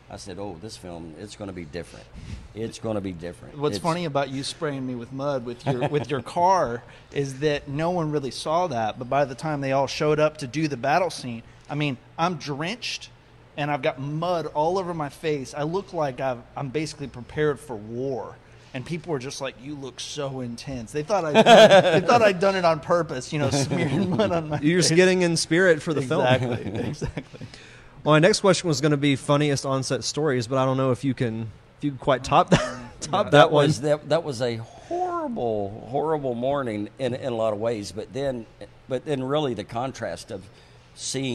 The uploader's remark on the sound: live from the Imogene Theater in Milton, Florida!